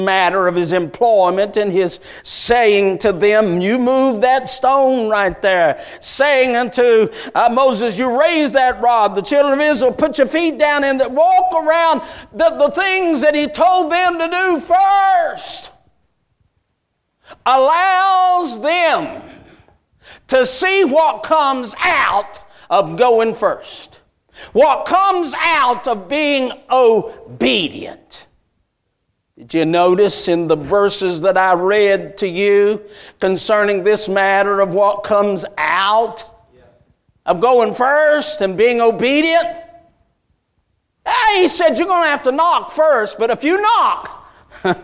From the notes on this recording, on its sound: A message Preached at Crossroads Baptist Church